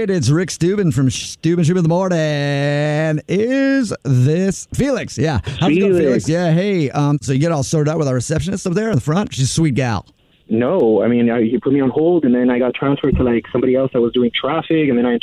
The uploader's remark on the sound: Phone Prank #11. A Jubal Phone Prank is when our listeners set-up a friend or family member to wake up with The Jubal Show, phone prank style.